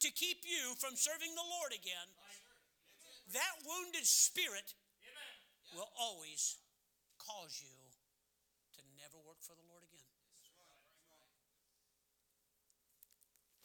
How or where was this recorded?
large echoing room